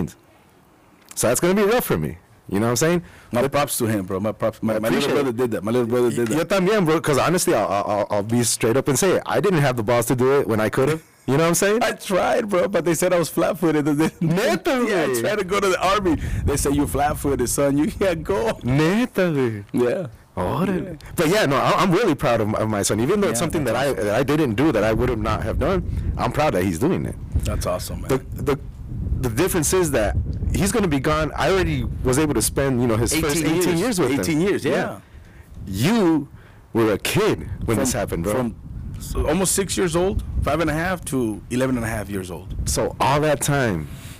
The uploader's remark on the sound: Sorry about the wind we recorded outside at Kennedy Park Tucson AZ.